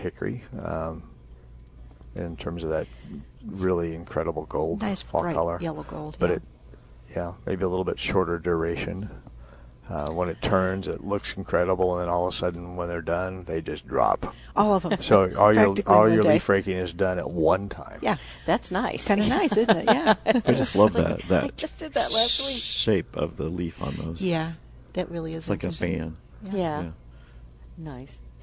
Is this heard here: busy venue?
yes